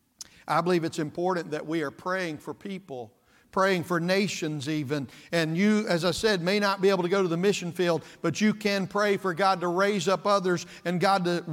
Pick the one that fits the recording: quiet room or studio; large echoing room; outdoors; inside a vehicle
large echoing room